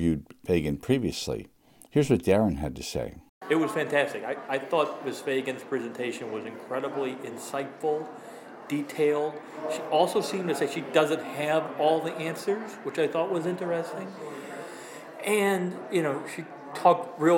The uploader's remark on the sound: spoke to more than 500 people at the Ramsey High School auditorium